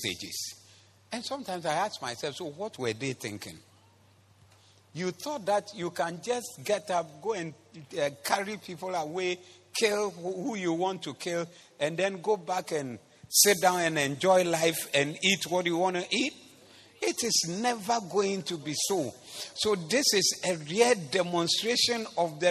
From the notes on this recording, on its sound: Preached at the Zeloo Service